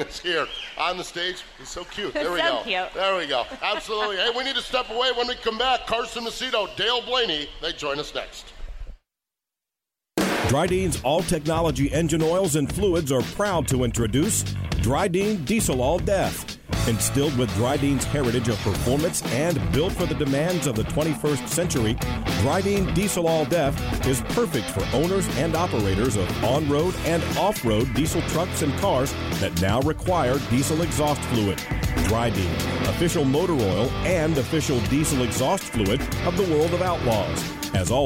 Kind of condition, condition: setting, busy venue